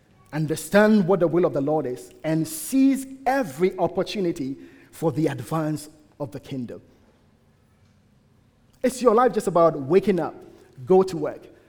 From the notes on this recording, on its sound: at the United Christian Church of Dubai